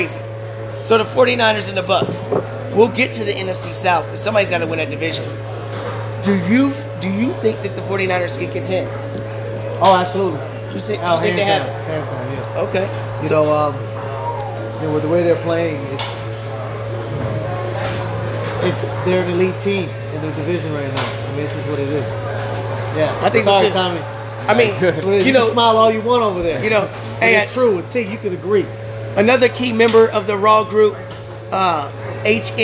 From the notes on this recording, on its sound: Live at Macados!